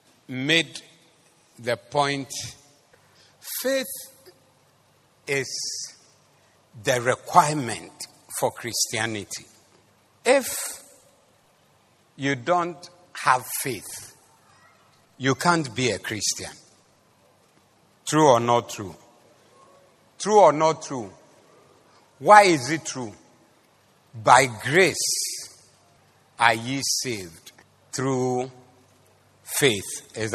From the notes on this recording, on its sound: Preached at the Zeloo Service 19112023